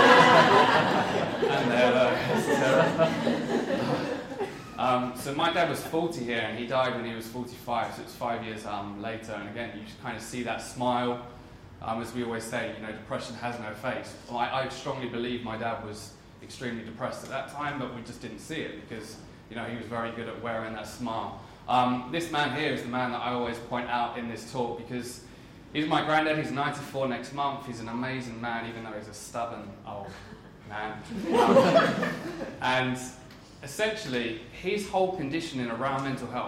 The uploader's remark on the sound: This full talk was delivered at Wieden and Kennedy in London for mental health awareness week.